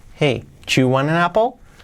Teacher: cuando lo hacemos rápido, ese do you, fijaos que se, casi se, une en ese chew.